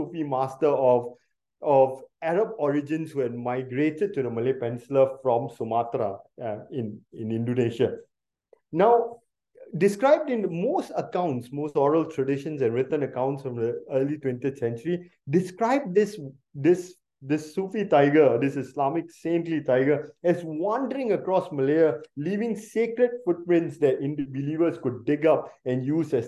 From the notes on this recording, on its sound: took place live on Zoom